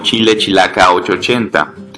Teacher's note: Son cuatro palabras con CH y muchas personas de aquí de Chihuahua la dicen con SH